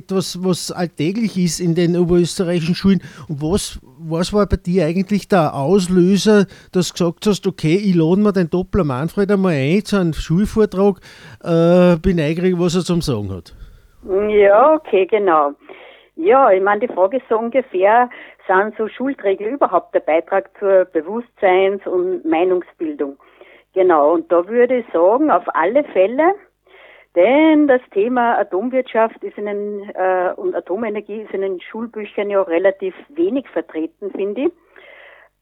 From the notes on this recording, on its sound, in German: HLW Linz/Auhof. Haben wir per Telefon ins Studio und vor den Vorhang geholt.